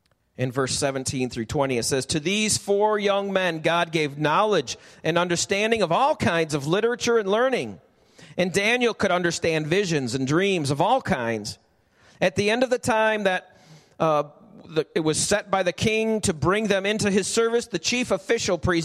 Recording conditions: large echoing room